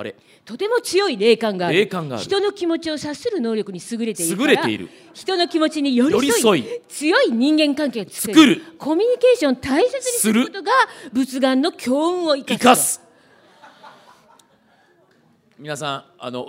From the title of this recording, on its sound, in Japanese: 公開収録